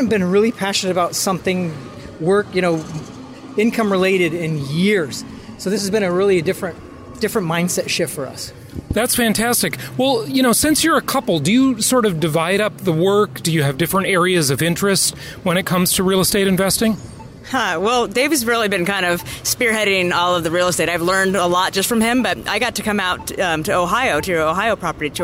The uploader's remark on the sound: In between activities during the Oklahoma City JHU Live event is a great time to record a podcast